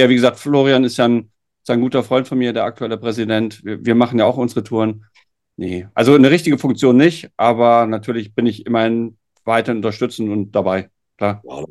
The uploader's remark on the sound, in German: Wir haben uns über Zoom getroffen!